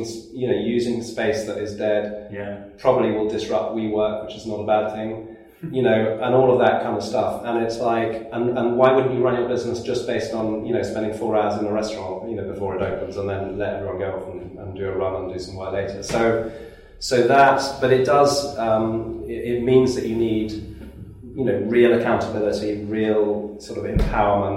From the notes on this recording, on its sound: Went to the offices of eNova Partnership. Apologies for the poor sound quality in this episode.